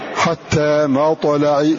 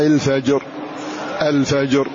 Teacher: نحونا بحركة الحرف المقلقل نحو الفتح. لماذا؟ لأنه قبله فتح. وإذا كان قبله ضمون قال تنحو به نحو الضم، مقتدر، مقتدر، مقتدر.